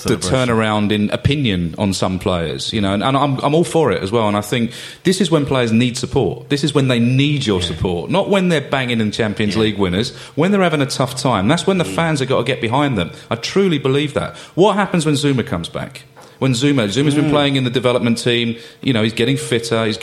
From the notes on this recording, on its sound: We bring you tonights show live from The Albany